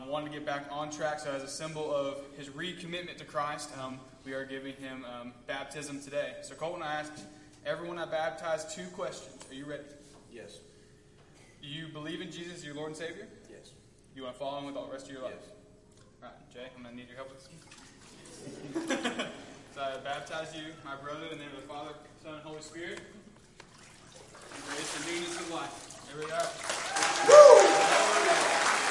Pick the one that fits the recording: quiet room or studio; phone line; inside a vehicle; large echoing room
large echoing room